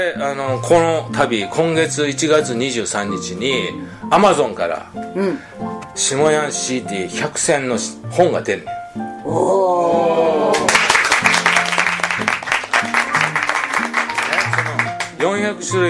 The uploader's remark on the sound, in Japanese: 今回のゲストは群馬県前橋市のヘアーサロンマルヤマにて。対談公開収録をいたしました。